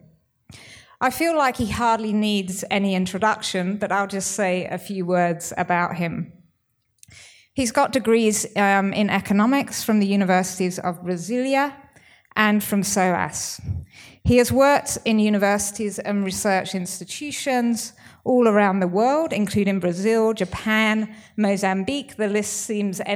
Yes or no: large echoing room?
yes